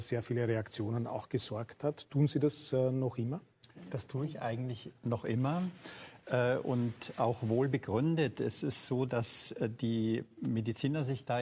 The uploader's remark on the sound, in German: November 2020 im Dachfoyer der Wiener Hofburg aufgezeichnet.